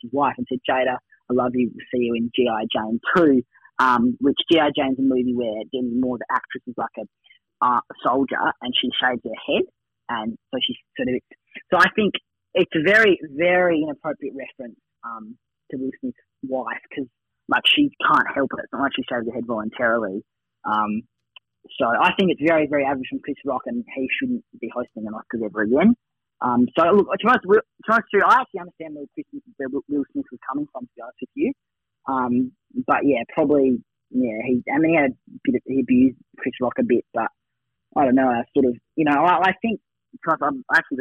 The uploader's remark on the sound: From the telephone to avoid that nasty bug thats floating around.